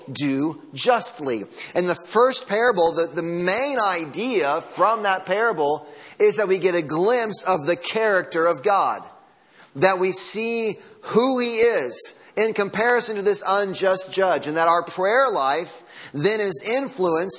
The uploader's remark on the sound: Sunday morning sermon audio